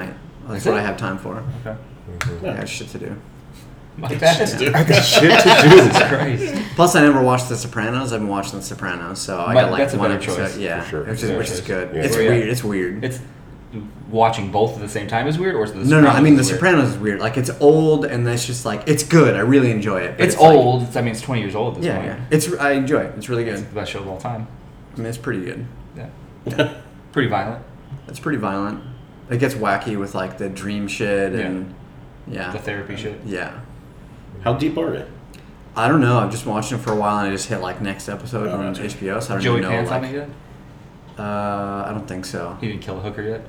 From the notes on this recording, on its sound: Live from San Diego Comic Con 2019. On this episode we are live from San Diego Comic Con.